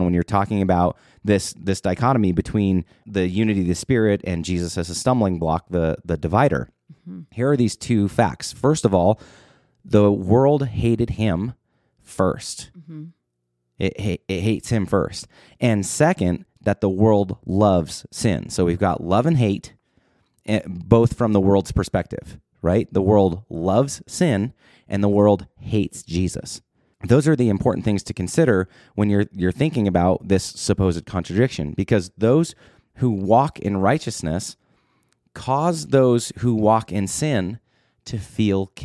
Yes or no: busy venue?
no